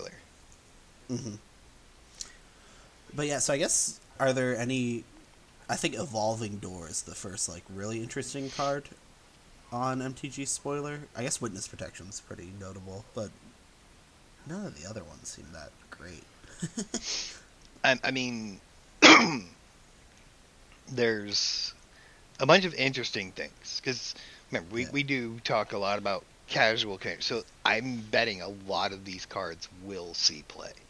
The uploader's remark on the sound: i hiccuped in the audio and made myself a littler louder